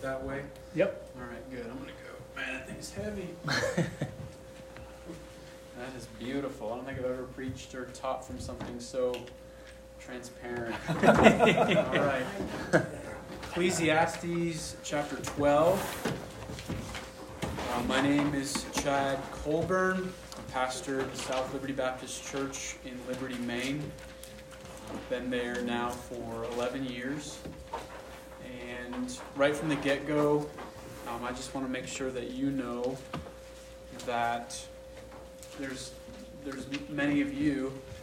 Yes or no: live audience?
yes